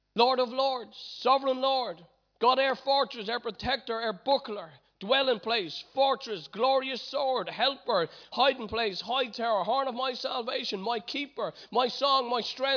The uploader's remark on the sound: Recorded live at Liberty Church on 5th May 2019